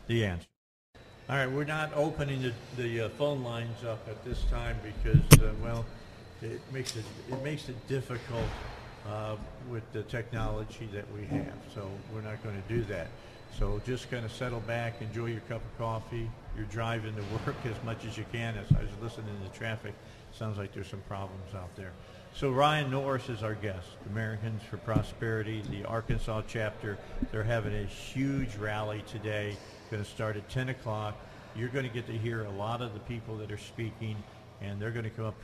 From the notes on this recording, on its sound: Live from the state capitol today for the first in four years.